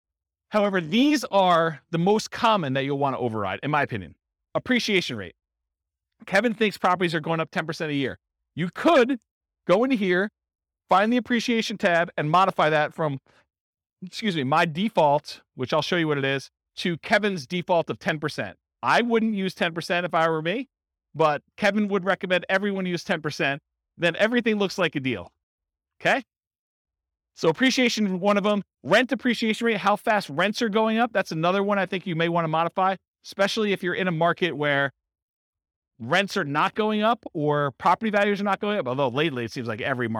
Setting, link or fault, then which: setting, live audience